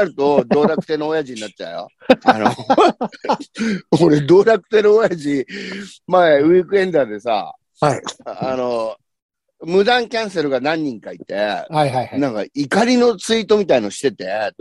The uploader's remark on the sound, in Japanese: ZOOMで収録